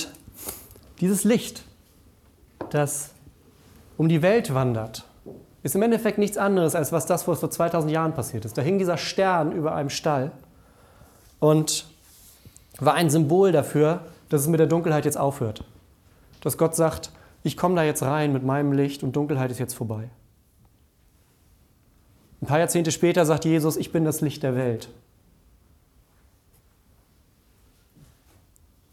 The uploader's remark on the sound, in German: Die Predigt aus dem Familiengottesdienst um 17 Uhr.